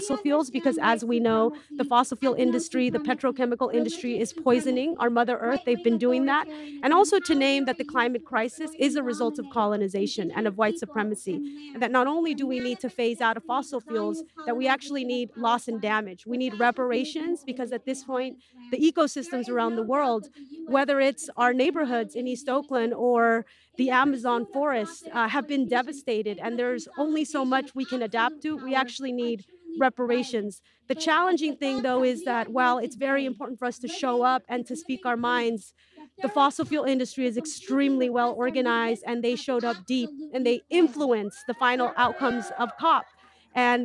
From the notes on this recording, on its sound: sounds from the 43rd Annual Indigenous People’s Thanksgiving Sunrise Gathering from Alcatraz